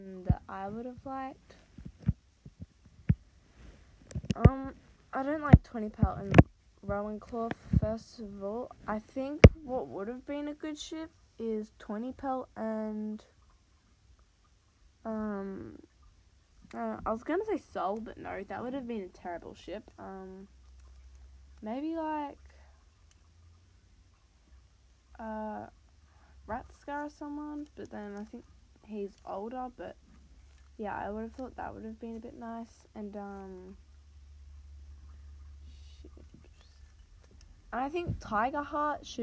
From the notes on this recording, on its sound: sounds like i swear but i don't just glitchy